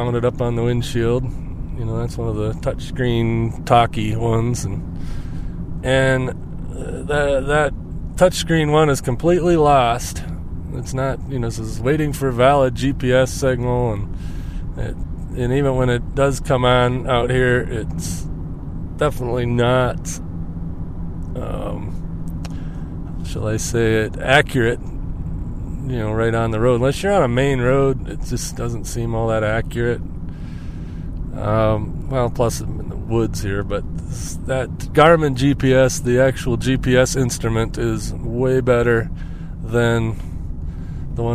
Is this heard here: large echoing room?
no